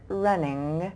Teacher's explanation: So when I make the NG, like as in running, there's an N sound, but I don't have my tongue up touching the top of my mouth. We just kind of leave it, and we kind of only leave it in the back or in the middle of our word.